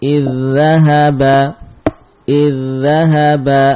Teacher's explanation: Taib, contohnya adalah kalimat id bertemu dengan dhahaba, ada pertemuan dzal sukun dan dzal berharokat, maka dibaca dengan idgham · Term: idgham mutamatsilain